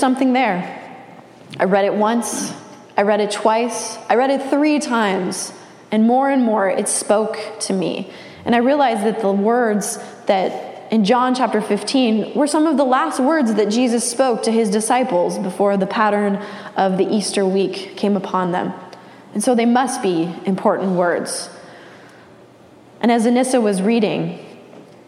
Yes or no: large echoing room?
yes